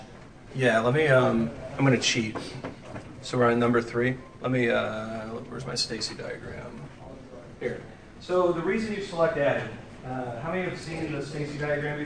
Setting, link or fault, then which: setting, live audience